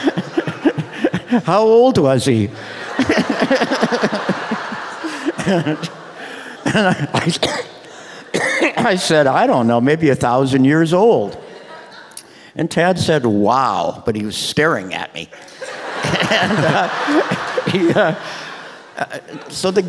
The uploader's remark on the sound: This conversation was recorded in front of an audience at the Portland Book Festival last fall.